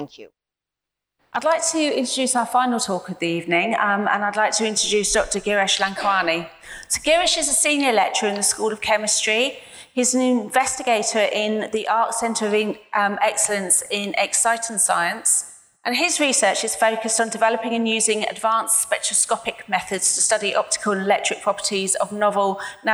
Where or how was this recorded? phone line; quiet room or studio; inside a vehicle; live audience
live audience